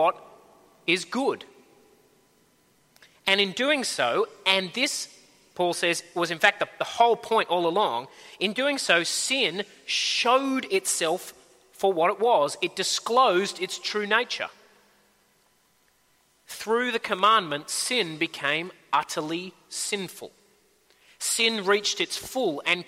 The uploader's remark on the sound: At a Church in the Graveyard service